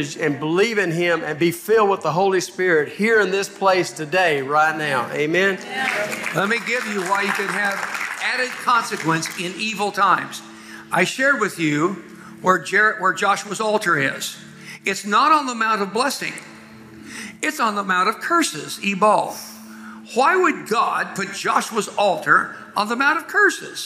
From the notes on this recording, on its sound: Live at Grace Woodlands Church.